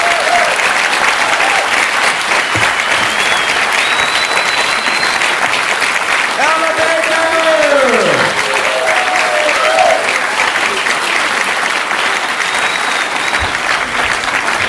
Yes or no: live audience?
yes